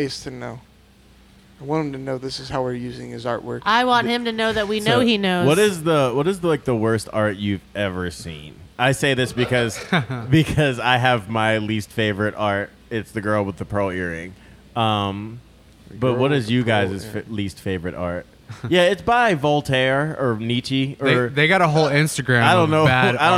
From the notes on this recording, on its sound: Recorded at West Coast Tattoo Parlor in Las Vegas, NV.